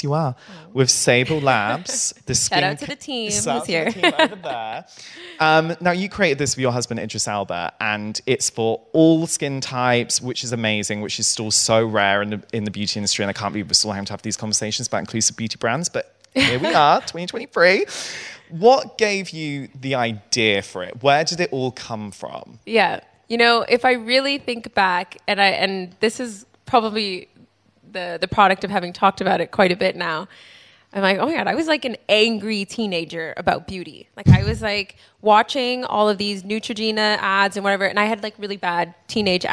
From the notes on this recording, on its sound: Live recording. This live episode we recorded at Selfridges. It was AMAZING to be surrounded by so many people in the REIGN family to record an episode.